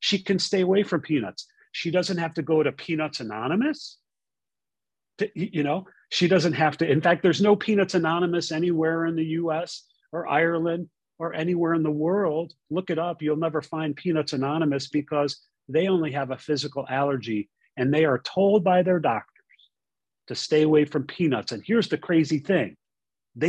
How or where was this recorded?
video call